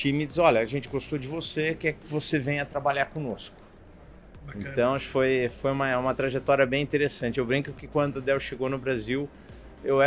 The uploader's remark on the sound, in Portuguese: Gravada durante o Dell Technologies World. Gravada durante o Dell Technologies World.